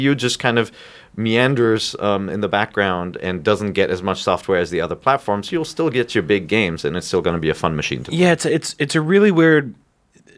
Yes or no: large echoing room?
no